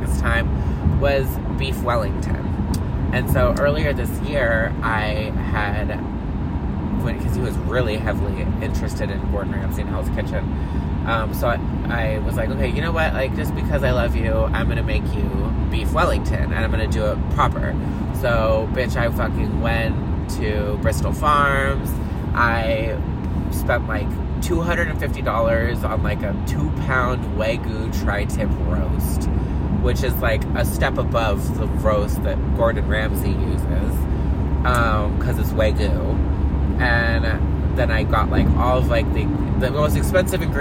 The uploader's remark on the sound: Coming to you LIVE from the car again!